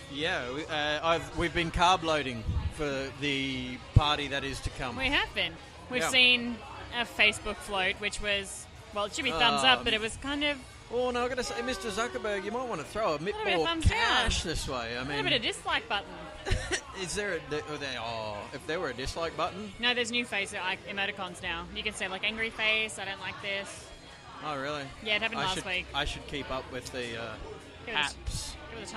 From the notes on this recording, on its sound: We head over the Sydney Gay and Lesbian Mardi Gras and podcast live from the event, join us on a quirky, noisy and fun adventure.